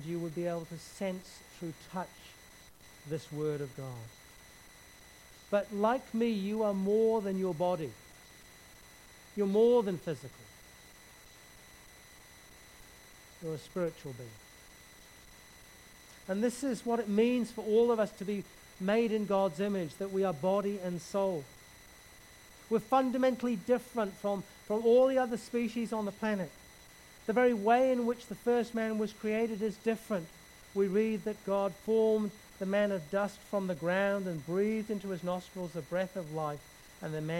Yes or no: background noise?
yes